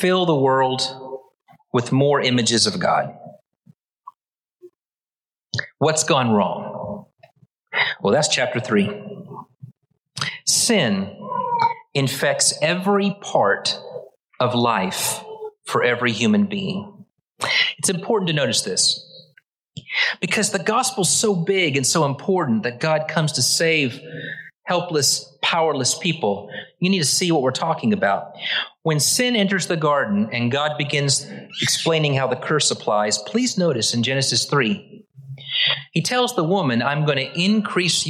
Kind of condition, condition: setting, large echoing room